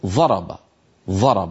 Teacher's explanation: في البادية في الأعراب والبوادي يبدلونه ظاء، فيقول أحدهم مثلا بدل ضرب يقول ضرب ضرب، هكذا بالظاء، يجدونها أيسر على ألسنتهم من الضاد الأصلية.